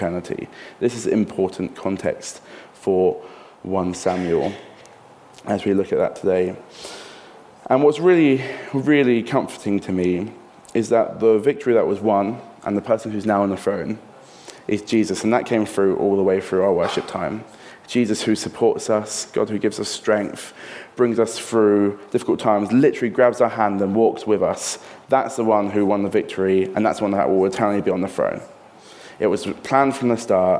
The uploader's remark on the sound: This sermon was recorded on Sunday 18th June 2023 at our Putnoe venue.